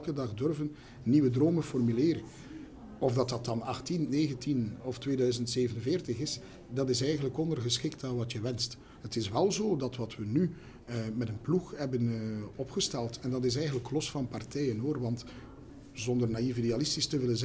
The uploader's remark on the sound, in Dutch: Deze aflevering werd live opgenomen tijdend het #IRSL evenement.